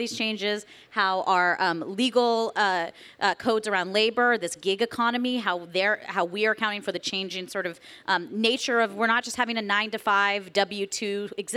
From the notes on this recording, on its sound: Live from the LA Times Festival of Books. From the stage of the Los Angeles Times Festival of Books.